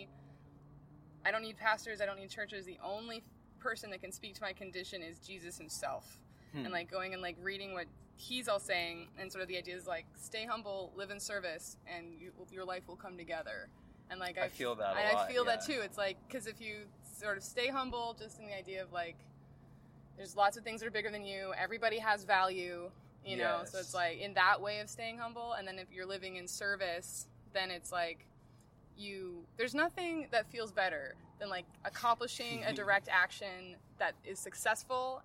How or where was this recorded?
outdoors